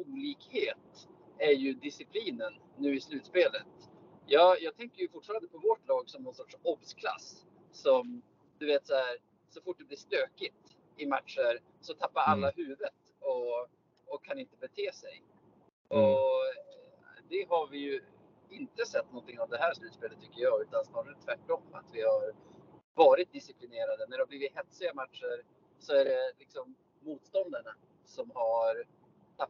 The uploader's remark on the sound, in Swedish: Spelar in från bilen på E18 mellan Västerås, vilket hörs på ljudkvalitén.